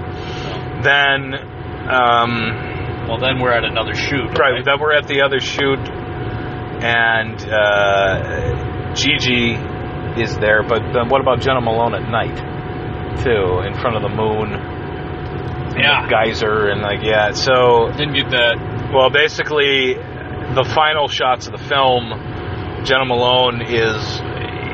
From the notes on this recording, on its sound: On their way back from Cleveland. Riff in the car. In the first Vomit off the Cuff mobile edition. Only 2 of us were in the car.